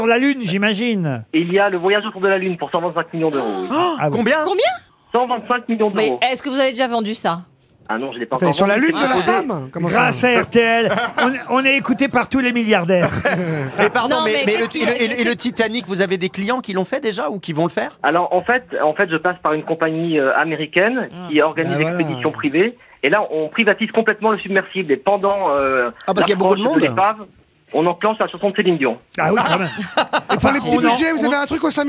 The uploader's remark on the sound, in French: ont eu au téléphone